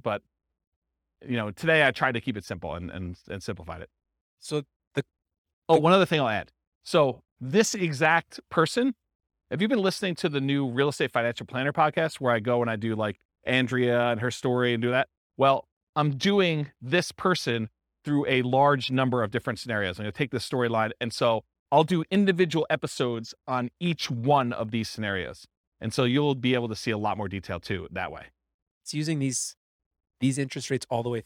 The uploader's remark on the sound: This was a live class recorded